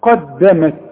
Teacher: انا عاوزك تاخد بالك من الميم انها مرققة